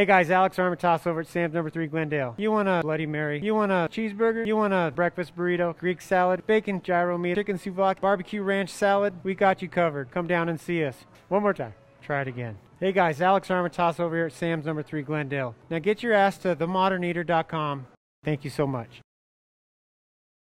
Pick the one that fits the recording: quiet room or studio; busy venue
busy venue